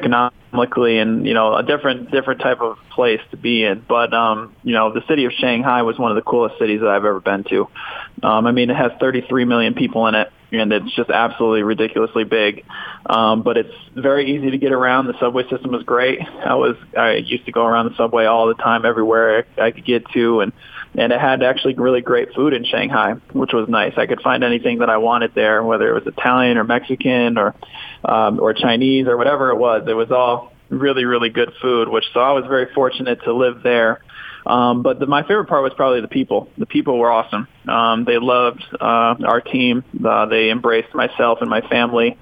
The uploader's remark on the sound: called in to the show